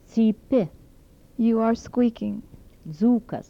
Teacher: Dental affricates without palatalization.